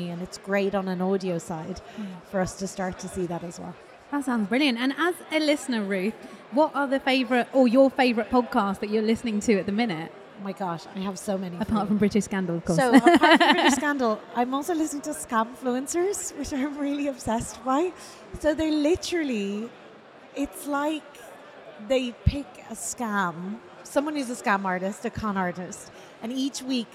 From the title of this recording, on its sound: Live in London